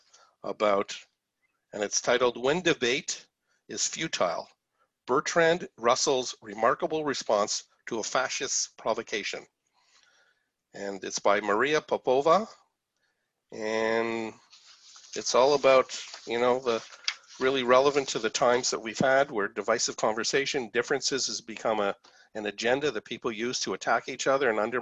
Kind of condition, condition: link, video call